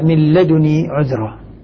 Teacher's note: يقرؤون من لدني عذرة بتخفيف النون مع حذف نون الوقاية، لأن لدني نعم لدني اكتفوا بنون واحدة.